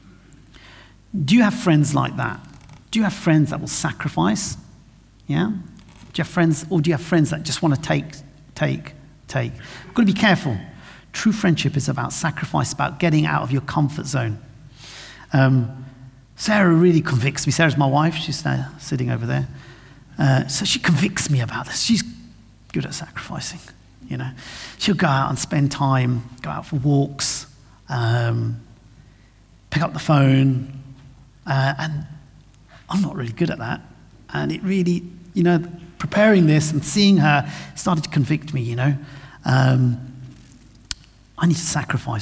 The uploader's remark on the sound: This sermon was recorded on Sunday 18th June 2023 at our Great Denham venue.